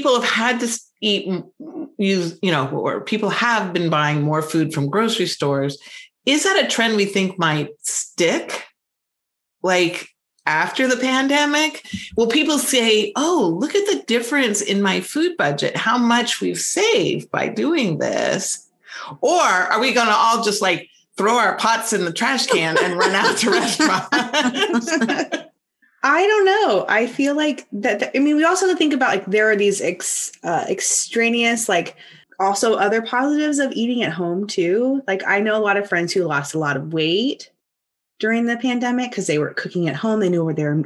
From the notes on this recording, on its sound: Recorded Webinar